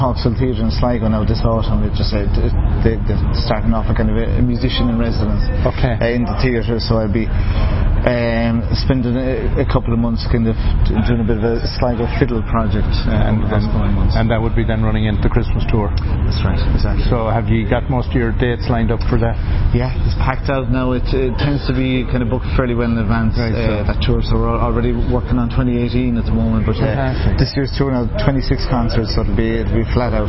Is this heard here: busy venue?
yes